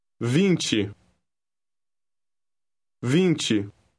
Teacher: The letter combination T-E is pronounced chi, similar to the beginning of the word chin.